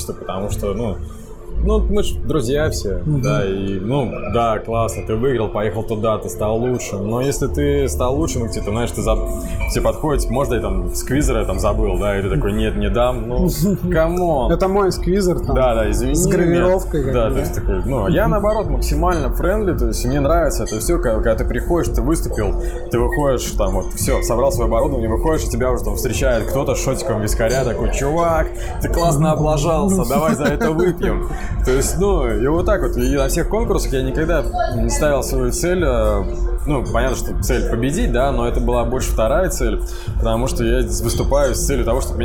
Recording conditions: background noise